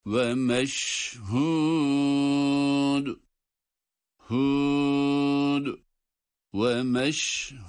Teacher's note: Yine dal harfiyle duruyoruz ve kalkale yapıyoruz. Bu dal harfini cezimli okuduğumuz için.